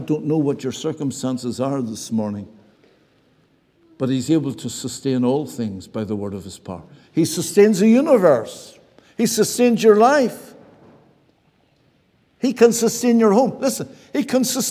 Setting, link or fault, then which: setting, large echoing room